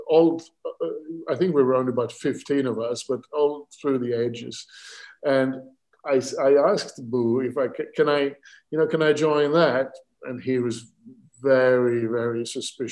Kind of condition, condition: link, video call